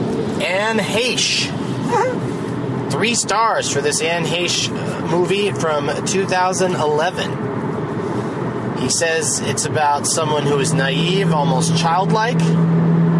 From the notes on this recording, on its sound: From a rental car driving from Knoxville to Nashville